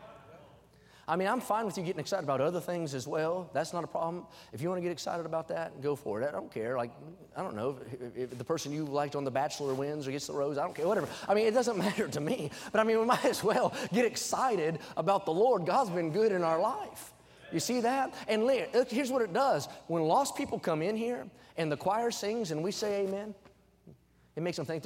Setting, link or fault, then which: setting, large echoing room